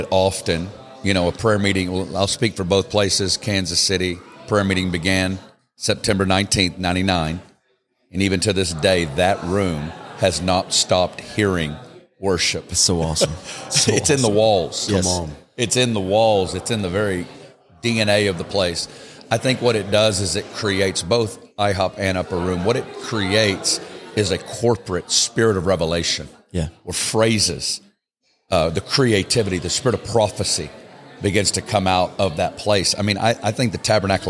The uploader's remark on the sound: Live from Vegas. This podcast was recorded live at The Altar Conference in Las Vegas, NV.